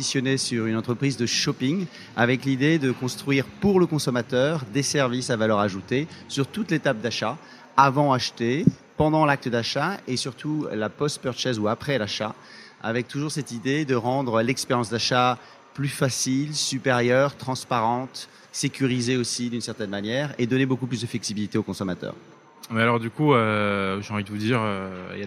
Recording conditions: busy venue